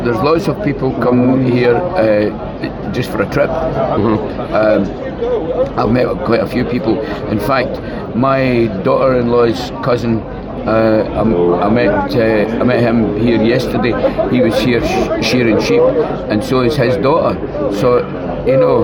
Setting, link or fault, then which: setting, busy venue